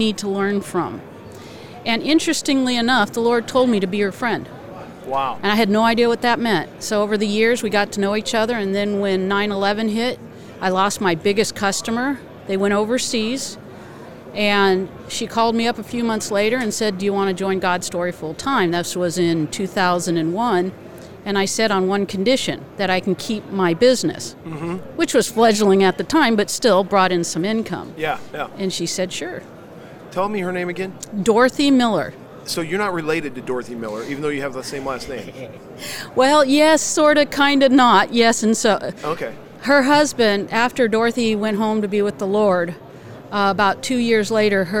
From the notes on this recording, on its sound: LIVE from NRB 2022!